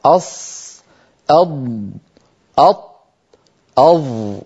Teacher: هذه الأربعة فيها انحصار للصوت بين اللسان والحنك الأعلى · Term: الحرف المطبق